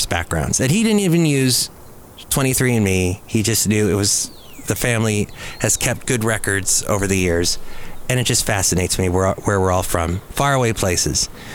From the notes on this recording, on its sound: podcast live from Cafe Anyway